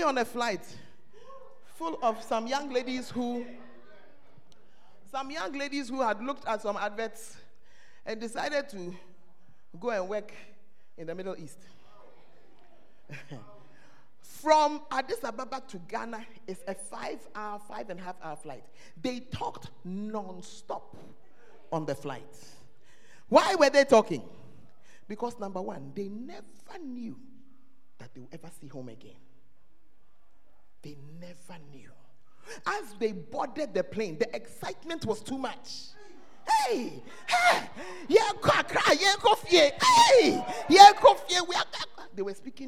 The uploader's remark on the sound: Preached at First Love Center; Ayeduase